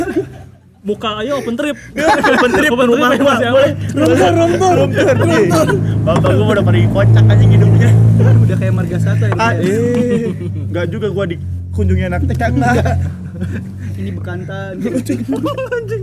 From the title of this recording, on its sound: LIVE FROM SALAKA COFFEE